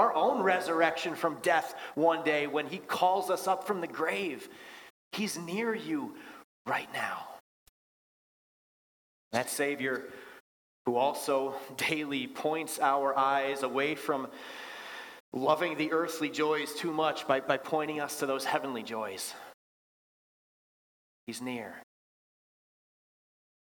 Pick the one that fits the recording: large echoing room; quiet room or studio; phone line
large echoing room